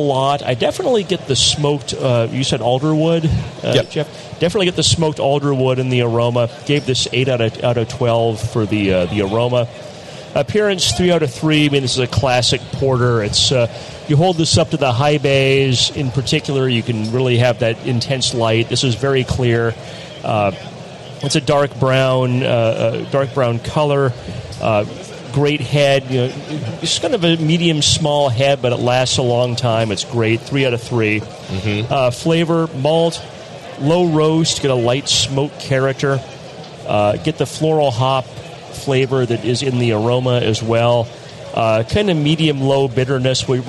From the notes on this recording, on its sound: we record live from HomebrewCon in Providence, RI